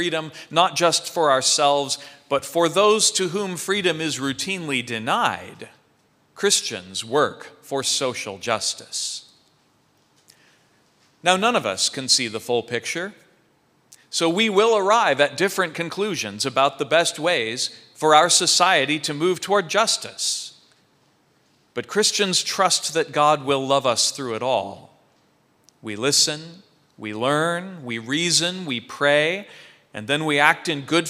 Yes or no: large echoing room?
yes